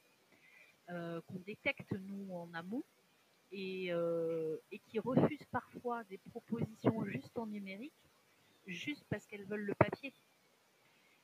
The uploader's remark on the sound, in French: La qualité de l'audio de cet épisode n'est pas parfaite. J'ai fait mon maximum au montage.